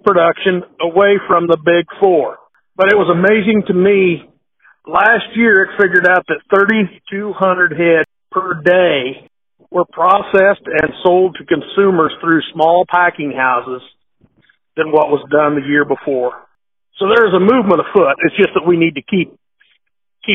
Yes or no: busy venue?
no